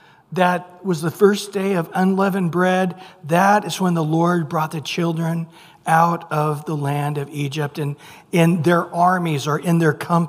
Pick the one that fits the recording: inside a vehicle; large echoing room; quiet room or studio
large echoing room